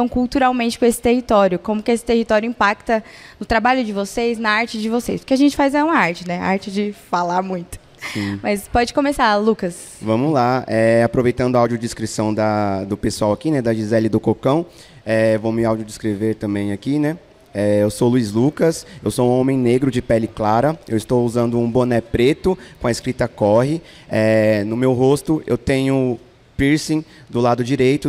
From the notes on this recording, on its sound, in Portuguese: AO VIVO. Esse episódio do podcast foi gravado durante o Festival CultCom, que tem o apoio do Sesc Campo Limpo.